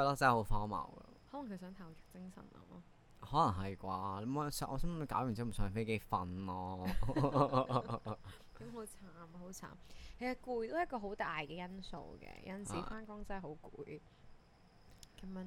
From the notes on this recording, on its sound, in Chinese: 本集因收音故障，雜音較多，敬請見諒。